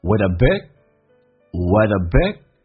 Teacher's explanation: start your day with a bigsmile， with 跟 a 有一个连音叫 with，降调读 with，而且速度一闪而过 with abig， with abig， big 的 g 不发音，这叫略音